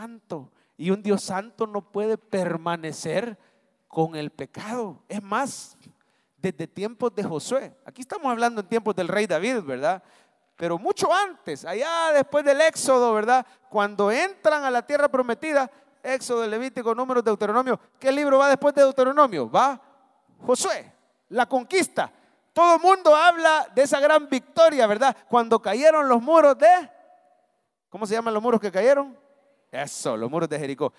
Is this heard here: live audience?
yes